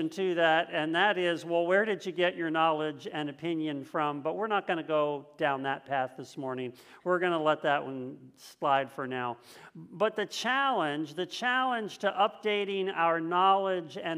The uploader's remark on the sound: This message was first preached on January 2nd 2022 at Linglestown Life Church in Harrisburg PA.